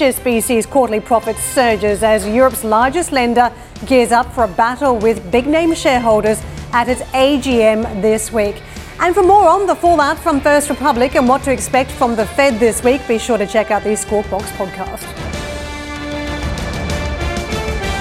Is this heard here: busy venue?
yes